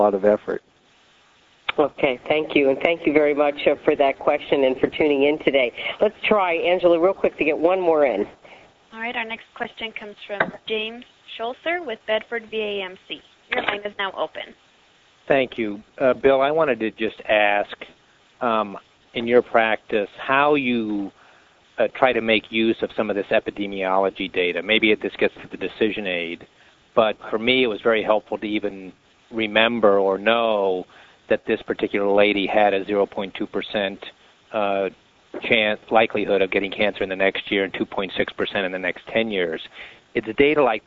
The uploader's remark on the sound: May 2006 Author in the Room® Teleconference